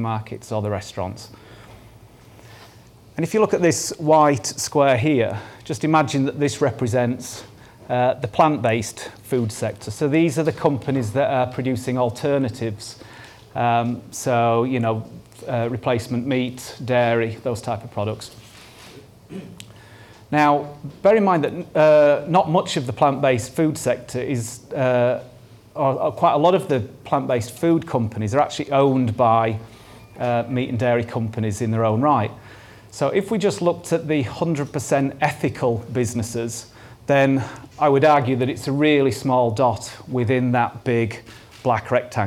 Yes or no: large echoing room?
yes